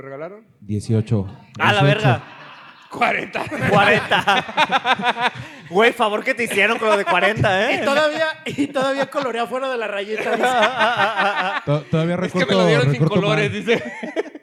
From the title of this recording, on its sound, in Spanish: podcast grabado en vivo